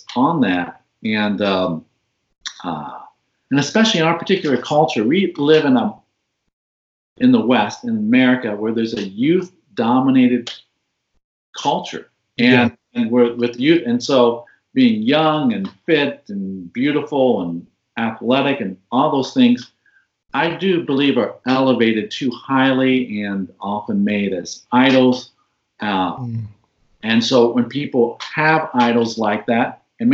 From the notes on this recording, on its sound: I recently got a chance to Skype